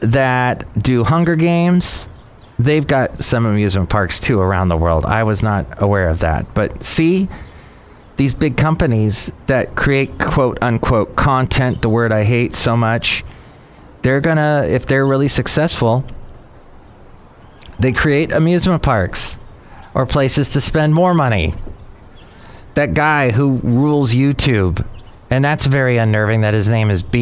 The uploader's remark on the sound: podcasts live from Café Anyway